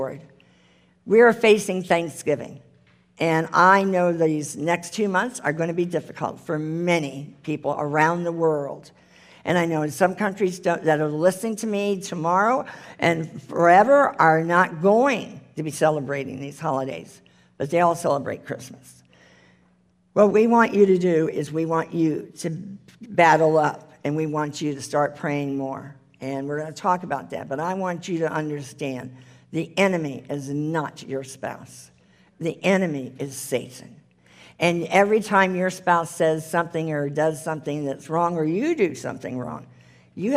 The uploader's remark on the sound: The full replay of the LIVE Rejoice Pompano Bible Study.